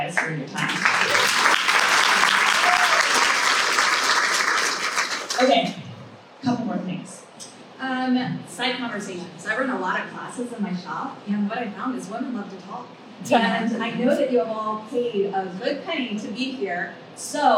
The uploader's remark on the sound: Live From The Painting Contractors Association - PCA Women In Paint Conference